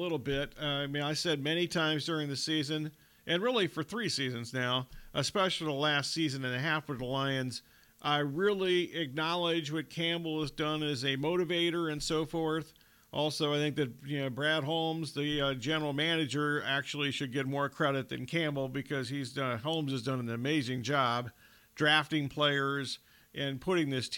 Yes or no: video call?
no